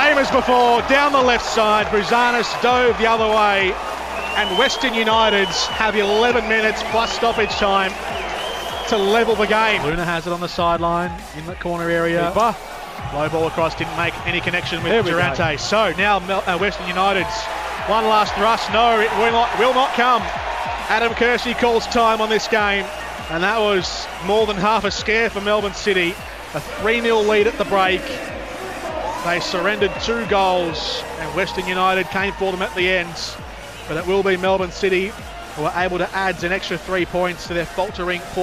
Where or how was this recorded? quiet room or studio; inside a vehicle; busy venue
busy venue